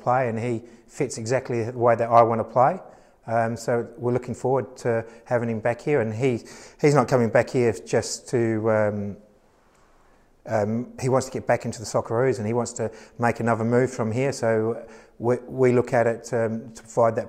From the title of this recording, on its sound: Press Conference